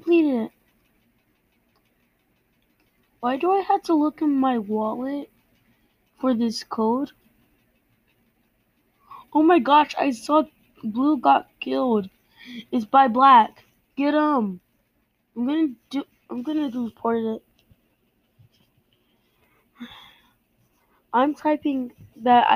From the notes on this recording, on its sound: I need a better mic cuz I'm just using for the mic …'s is my headphone